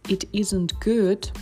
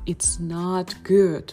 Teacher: Да, то есть мы можем сделать ударение на частичку not и тем самым показать, что мы, ну, совсем что-то там не одобряем · Shown in: second take